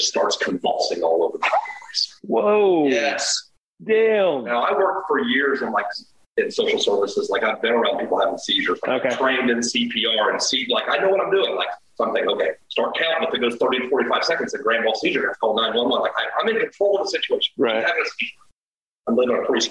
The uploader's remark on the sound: Please excuse the audio issue with this episode.